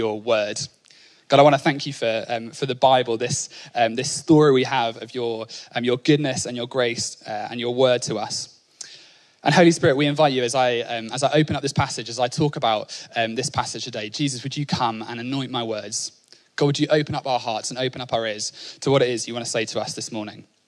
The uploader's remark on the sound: Onelife Conference 2022. Speaking at our 2022 Onelife Conference.